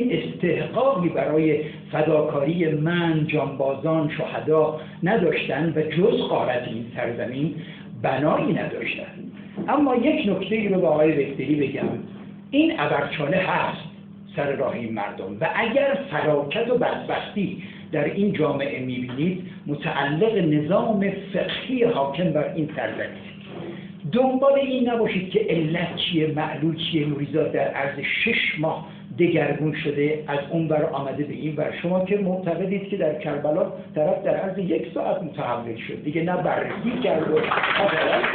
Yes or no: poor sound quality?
yes